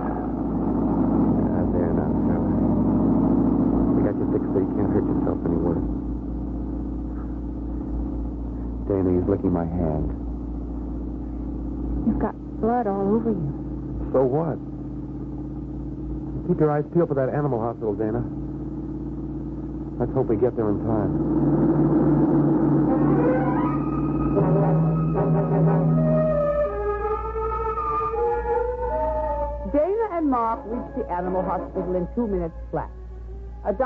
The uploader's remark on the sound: Whispering Streets - 1957 Jilted AFRS (Poor Sound).